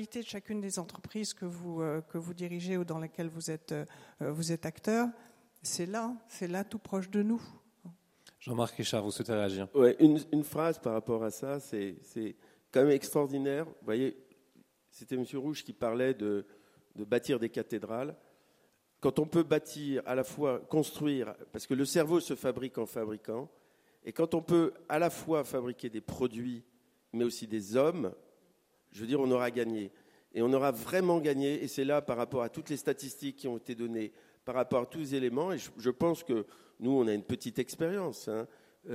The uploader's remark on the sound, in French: table ronde enregistrée aux Entretiens de Valpré le 17 novembre 2023